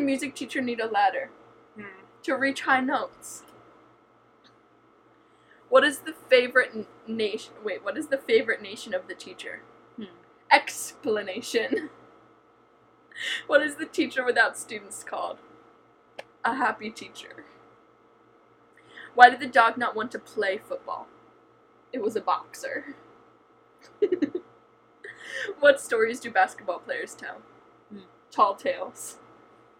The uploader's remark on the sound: I apologize for the background noise in this episode.